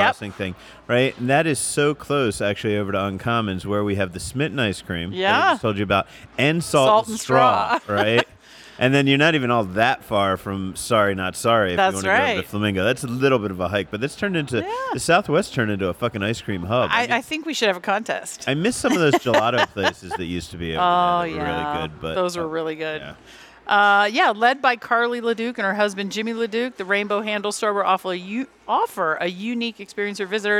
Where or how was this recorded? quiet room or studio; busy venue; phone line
busy venue